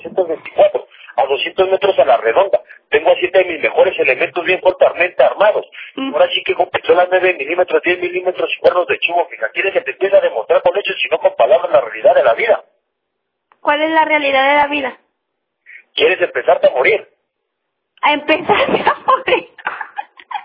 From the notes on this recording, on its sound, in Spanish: Un intento de extorsión telefónica. Me enviaron esta grabación de un intento de extorsión a una chica y a su hermano.